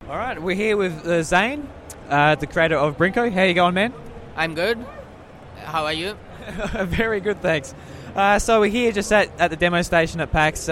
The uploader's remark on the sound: coming to you live from the Audio Technica booth at PAX Australia 2018!